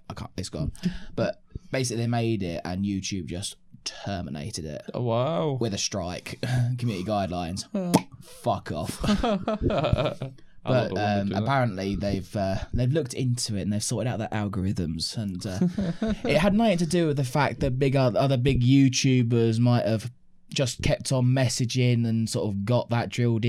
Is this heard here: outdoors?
no